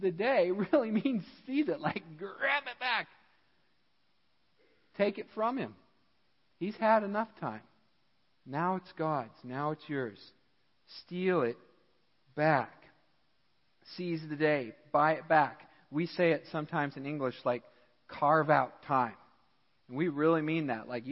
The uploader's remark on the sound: Midland Evangelical Free Church Sermon Audio